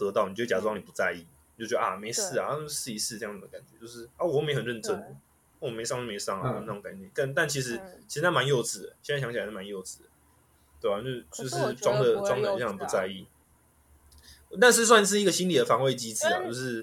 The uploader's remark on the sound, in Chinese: 一樣採用遠端錄音和極度拙劣的剪輯能力，還請大家多包容音質和音量上的問題